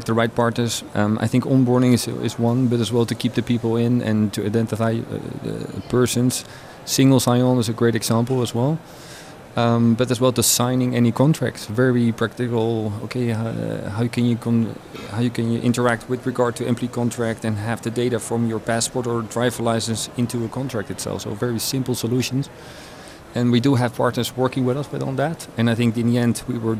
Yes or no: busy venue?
yes